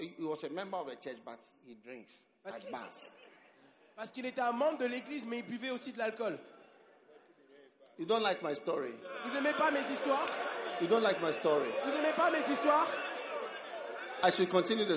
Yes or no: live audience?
yes